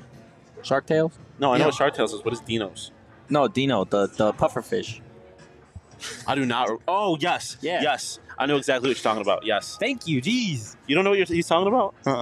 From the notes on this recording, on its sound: The boys are live in Downtown Phoenix at Buds-A-Palooza!